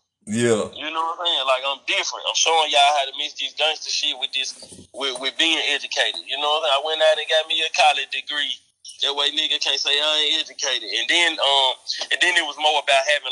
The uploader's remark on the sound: on the phone